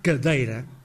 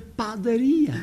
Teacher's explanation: É um A fechado. É a situação normal, portanto. Mas repare-se no primeiro A de padaria e no primeiro A de padeiro. Aberto.